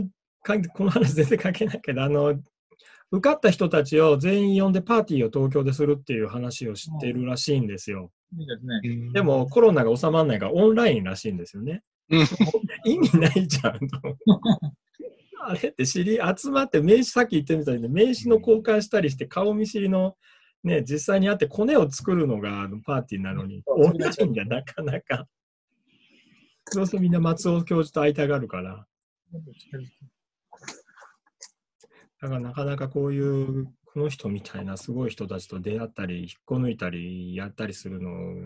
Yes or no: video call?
yes